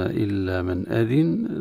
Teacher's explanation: نون ساكن عند الهمزة تظهر من غير غنة